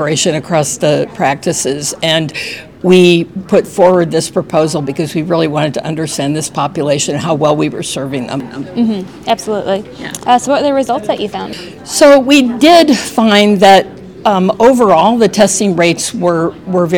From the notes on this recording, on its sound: podcast recorded live at the 2023 American Society of Clinical Oncology (ASCO) Annual Meeting